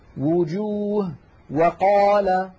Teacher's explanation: الواو تخرج بانضمام الشفتين إلى الأمام مع إبقاء فرجة بينهما، يعني في هناك فجوة.